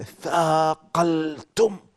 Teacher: والميم تنطبق عليه الشفة ويخرج صوتها من الأنف